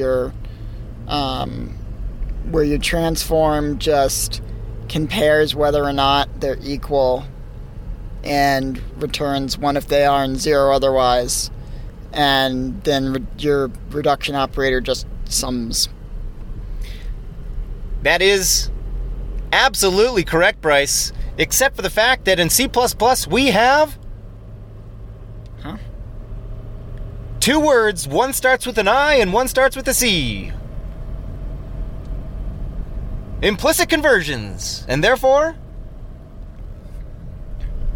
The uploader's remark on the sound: record live from Slovenia while driving